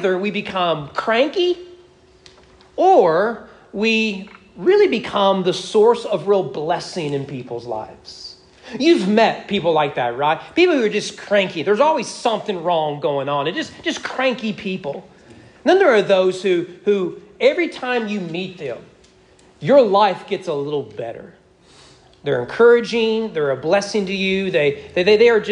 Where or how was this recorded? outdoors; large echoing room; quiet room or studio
large echoing room